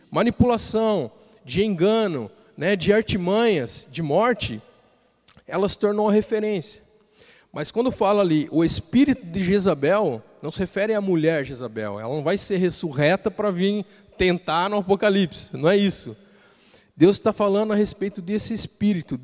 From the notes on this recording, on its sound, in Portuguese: Culto Terça Vida, dia 16/06/2020 na Igreja ABA Blumenau (Transmitido ao vivo)